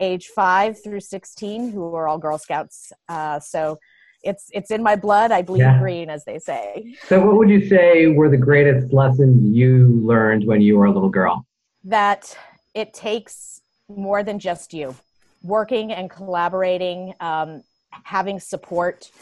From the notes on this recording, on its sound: talked with her via Zoom